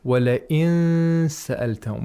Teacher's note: Right after the I, we should say in. We should quickly approximate the place of articulation of sin. Approximation means placing the tongue in a position which is very close to the place of articulation of a letter. · Term: ikhfa